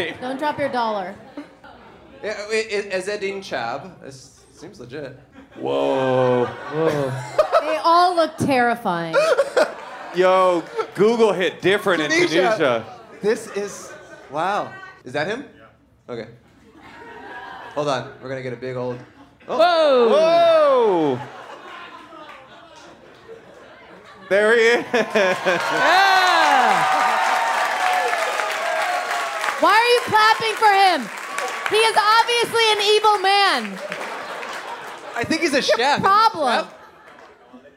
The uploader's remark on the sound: Recorded on 4/28/22 inside and outside of The Bourbon Room on Hollywood Blvd in Los Angeles.